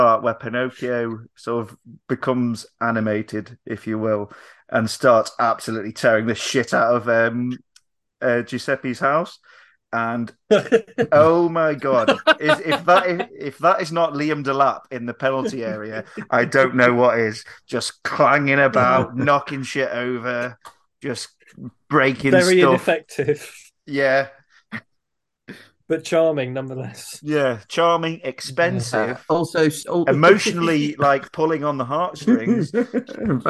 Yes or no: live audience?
no